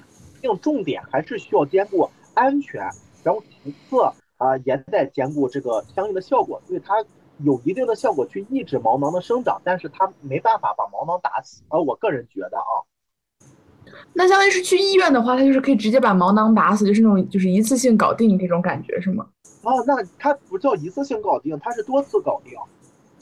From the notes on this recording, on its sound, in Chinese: 由于是线上录制